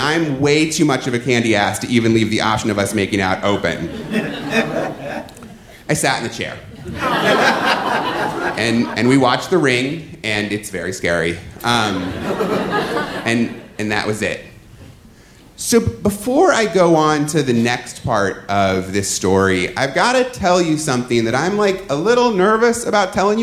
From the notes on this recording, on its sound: Live From Philly 3! Show in Philadelphia presented by First Person Arts.